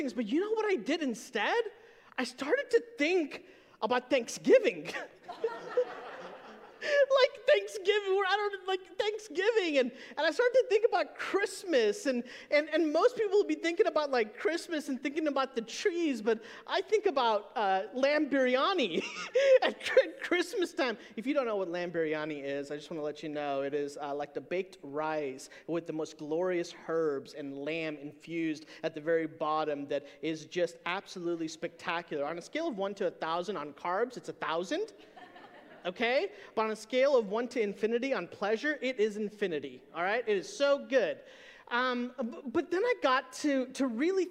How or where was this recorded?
large echoing room